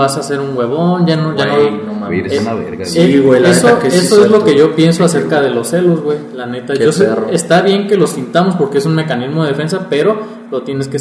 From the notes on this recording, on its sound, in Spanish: Seguimos en proceso de mejora continua, disculpen las fallas de audio ^^'.